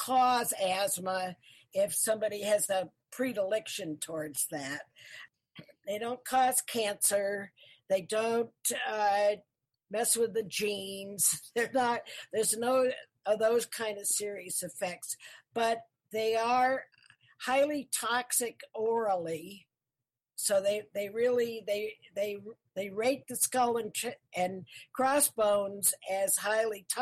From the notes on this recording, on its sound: This is a remix of some really old episodes. The audio is a bit uneven, I was just learning about editing then.